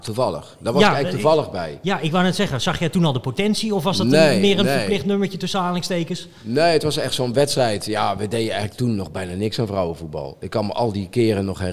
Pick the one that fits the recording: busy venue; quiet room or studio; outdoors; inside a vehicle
busy venue